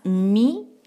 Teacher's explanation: मीम पे कसरा एक हरका बारीक आवाज